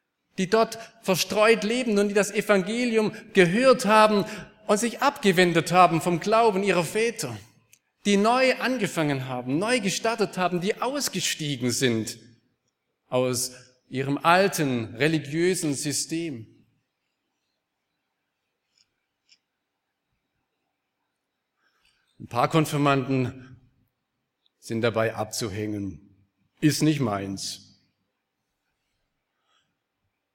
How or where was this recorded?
large echoing room